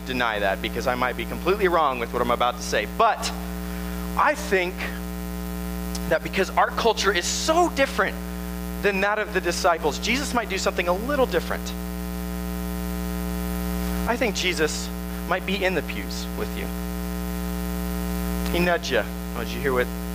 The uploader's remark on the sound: Sermon originally preached August 5, 2018 at Tempe Nazarene Church.